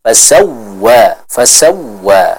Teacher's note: Huruf waw yang bertasydid. Maka jangan lupa untuk diberikan penekanan, bukan fasawwa, fasawwa, tapi fasawwa, fasawwa, seperti itu.